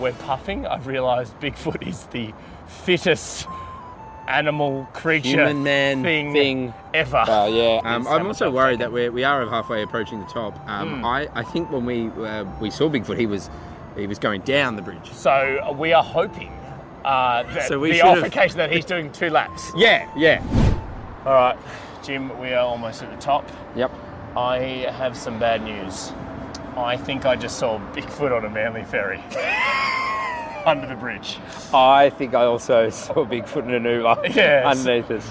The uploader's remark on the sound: Live From The Sydney Harbour Bridge!